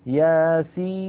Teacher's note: عند نطقنا لهذا الحرف ننطق ثلاثة أحرف، سين مكسورة، بعدها ياء ساكنة، بعدها نون ساكنة، وهذه النون الساكنة سواء وقفنا على ياسين أو وصلناها بقوله تعالى والقرآن الحكيم. · Term: مد لازم